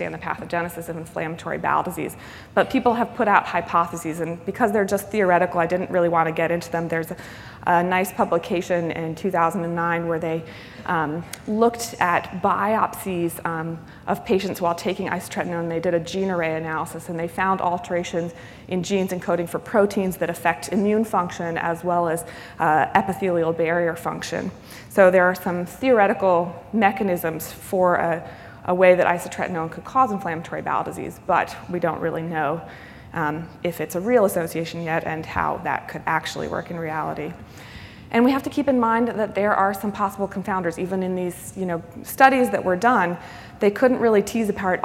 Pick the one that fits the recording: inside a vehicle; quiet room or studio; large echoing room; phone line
large echoing room